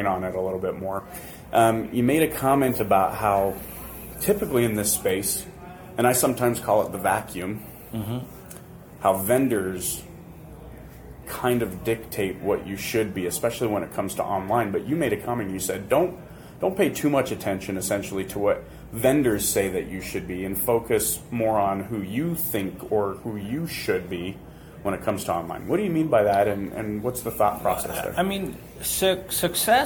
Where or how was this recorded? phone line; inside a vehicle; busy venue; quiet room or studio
busy venue